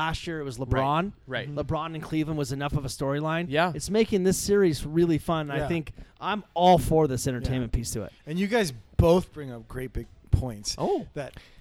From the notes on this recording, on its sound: Live from 14 Cannons. Brewery. Losangeles.